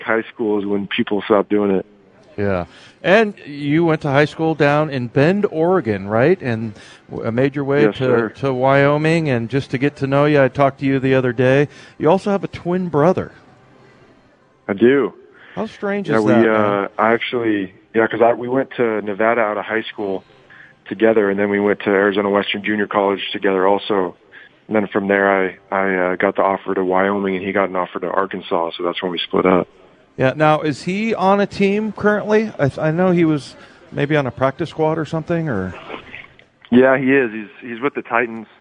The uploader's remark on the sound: live at Snoqualmie Casino